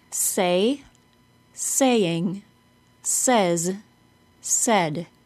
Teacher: Say and saying with a long A. Says and said with a short E.